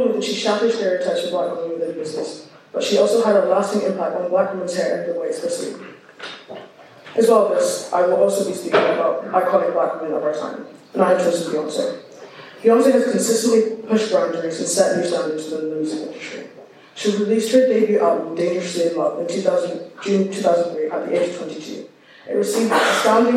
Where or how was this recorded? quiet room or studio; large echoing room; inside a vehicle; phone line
large echoing room